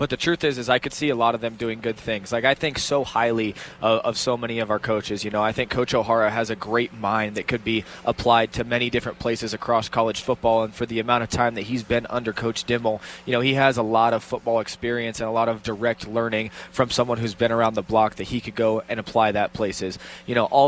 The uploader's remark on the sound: Live at The District Pub & Kitchen.